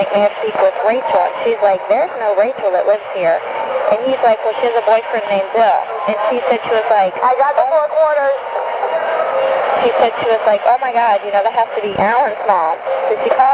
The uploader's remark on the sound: Prank Phone Calls